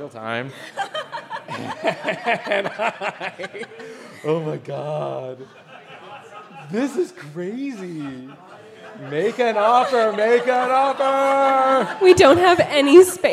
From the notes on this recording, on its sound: a full recording of the LIVE official panel from Star Wars Celebration London 2023